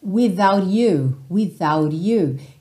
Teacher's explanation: Esse without you, algumas vezes, soa without you, que seria você pegar o T do without e transformar num rarara